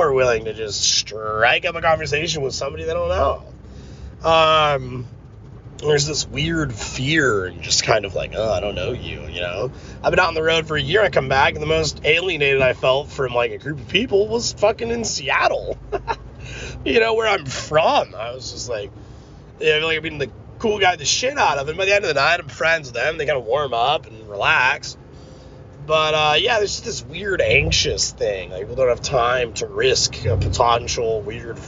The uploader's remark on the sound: me rambling in the car